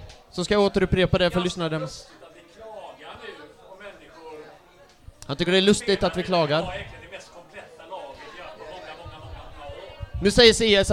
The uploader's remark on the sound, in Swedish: Live-podd från Cheers Pub. Detta är inspelningen från Arsenal Göteborgs andra förfest kopplat till 10-årsjubeliumet, Live-podden!